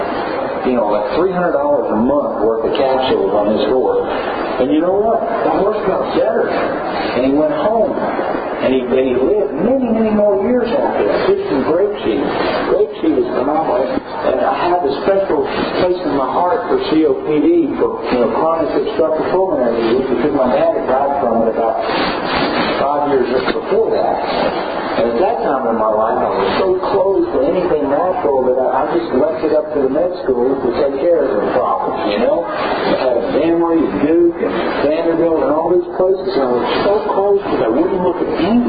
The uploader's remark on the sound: recorded at an Equine Affaire event while he spoke to the crowd